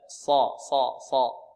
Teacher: عندنا الصاد مفخمة، ولا نضم الشفتين في الصاد